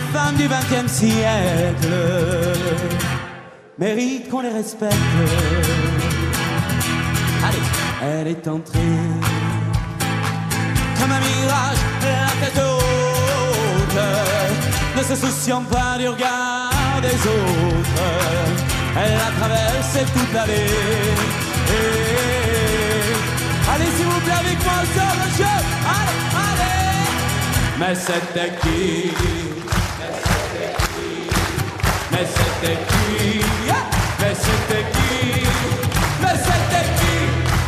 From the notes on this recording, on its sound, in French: Chante en live à Carcassonne. A l'occasion de la dernière émission de la saison.